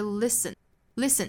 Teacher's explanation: 我们看到它的重读呢是在第一个音节上面